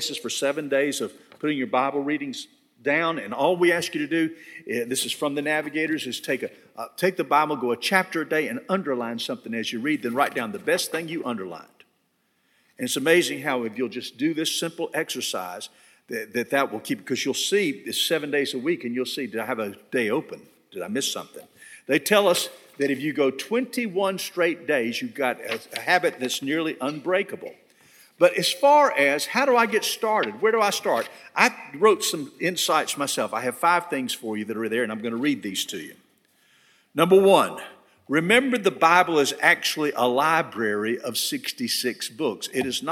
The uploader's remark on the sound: At First Baptist Church Hendersonville, NC.